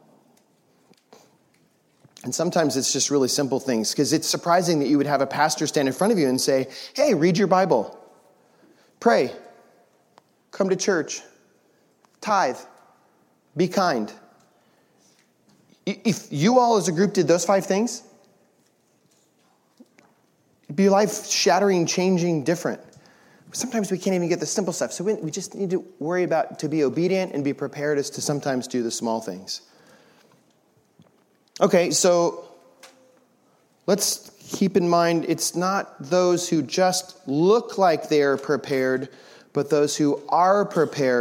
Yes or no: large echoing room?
yes